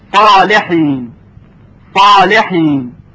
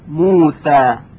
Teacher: صدای صاد تفخیم میشه، یعنی درشت و سنگین ادا میشه، و صدای سین ترقیق میشه، یعنی ظریف و نازک ادا میشه